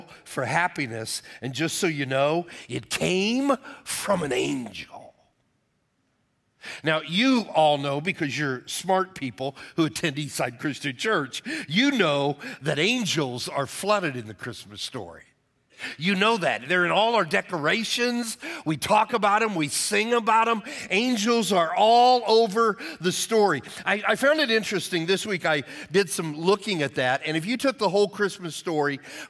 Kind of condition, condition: setting, large echoing room